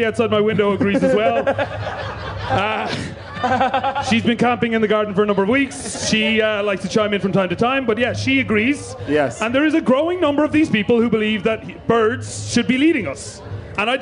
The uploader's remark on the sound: Live at Electric Picnic. On this live episode of Phoning It In recorded at Electric Picnic.